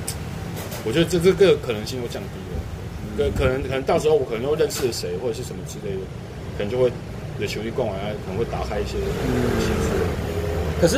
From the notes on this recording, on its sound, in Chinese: 錄音地點：台南 牽咖啡